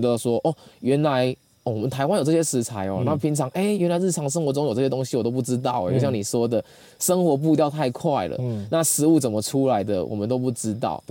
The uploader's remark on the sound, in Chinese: 我們現在錄音的地點，就是在新竹五峰鄉的羅山林道。本集節目是在野外錄音，所以收音品質並不是這麼理想，可能還會聽到些許山林中的蟲鳴鳥叫，還請您多多包涵。